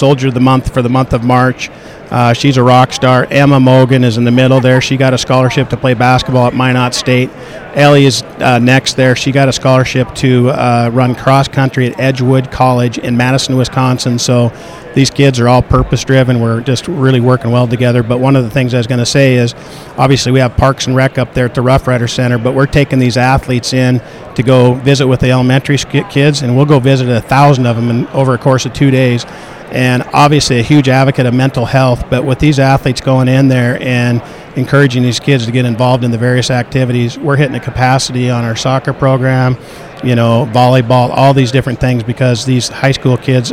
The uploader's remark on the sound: At the Williston Basin Petroleum Conference.